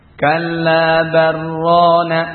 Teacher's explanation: Idgham yang sempurna dengan memasukkan lam pada ra ya. Lam yang sukun pada ra ini dengan syaddah. · Term: idgham kamil